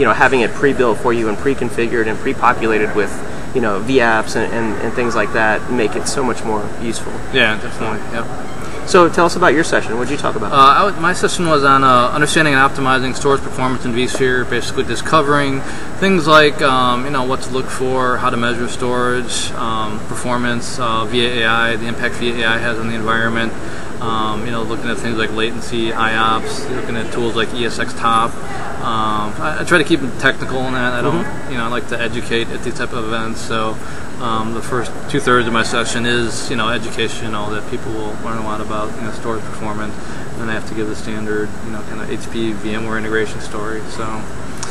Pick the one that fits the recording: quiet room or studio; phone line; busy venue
busy venue